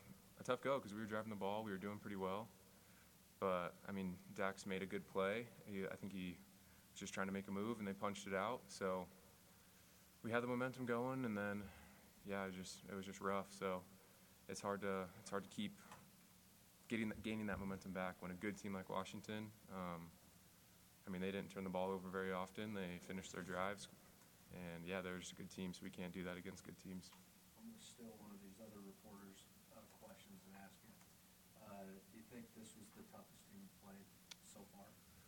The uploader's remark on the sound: post game press conference